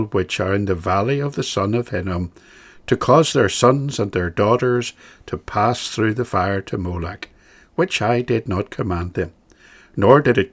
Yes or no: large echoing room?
no